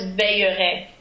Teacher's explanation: e in front of the ill is always going to be open, never closed